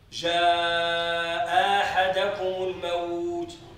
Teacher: سكون الصاد هو الذي جعل المد هناك ست حركات، أما جاء أحدكم لا يجوز فيه إلا القصر